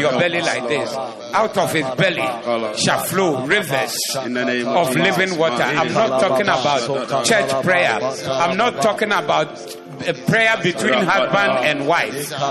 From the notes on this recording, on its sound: Preached at the Zeloo Service 12062022